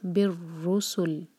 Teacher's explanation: اور جب را پر شدہ دیکھیں تو یہاں پر ایک ٹکرار سے زیادہ نہیں کرنی ہے، اسٹرانگ کرنا ہے را کو لیکن ٹکرار ایک ہی ہونی چاہیے